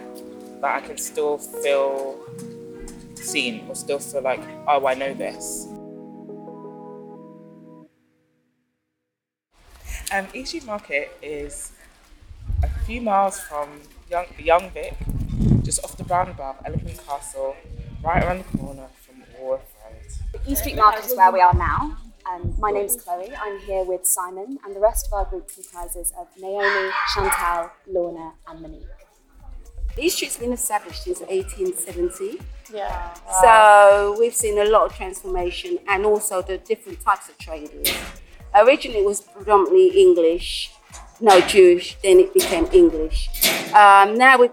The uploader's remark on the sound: Members of Neighbourhood Theatre Company have curated this audio exploration of the market interviewing locals over the course of a weekend.